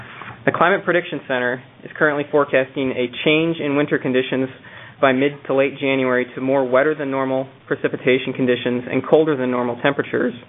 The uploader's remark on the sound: Twice monthly conference call with Corps of Engineers, Climate Prediction Center, congressional delegation, tribes, states, local and county emergency management officials.